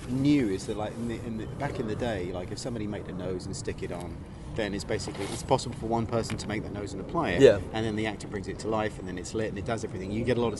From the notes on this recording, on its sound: We recorded in a cemetery in London, so there are background noises. The whole gamut of life - cars, sirens, passing people, kids, birds in the sky, aircraft, wind – it’s all there in a place of the dead. It's all background, our audio is clear.